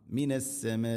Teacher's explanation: റിജുസമ്മിനസ്സമ ഇനി മിനസ്സമാഇ സമാ മദ് മുത്തസിൽ നിർബന്ധമായിട്ടും ഇവിടെ നാലോ അഞ്ചോ ഹർക്കത്തിൻ്റെ ഖദറിൽ നീട്ടണം.